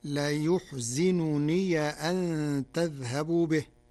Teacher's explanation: قرأ ورش كلمة لا يحزنني بضم الياء وكسر الزاي وفتح ياء الإضافة فتصير لا يحزنني أن تذهبوا به، من أحزن الرباعي.